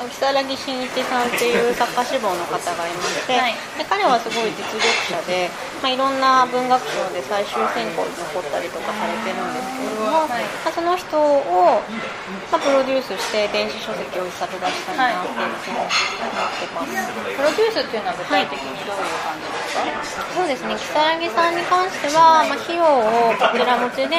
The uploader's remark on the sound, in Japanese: 雑音ごめんね